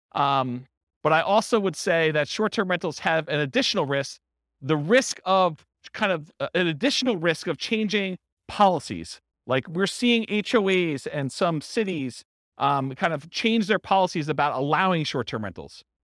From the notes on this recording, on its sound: This was a live class recorded